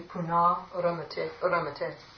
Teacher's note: Repha drops and the a is elongated to puna ramate.